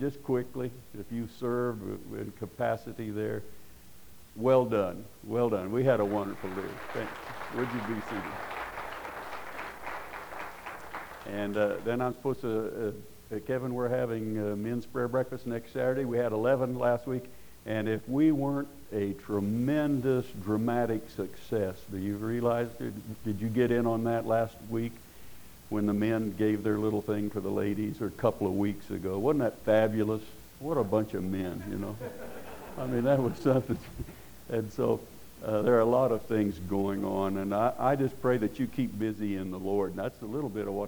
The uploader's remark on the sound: Preached at Paradise Valley Christian Church